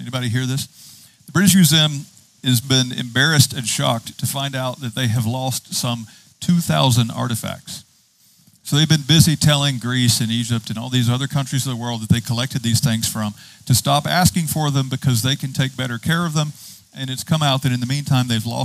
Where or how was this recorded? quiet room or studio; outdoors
outdoors